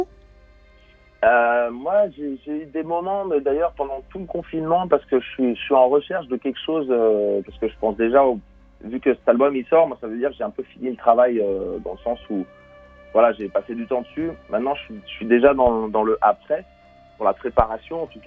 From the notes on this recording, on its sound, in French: On en parle ce midi par téléphone avec son auteur.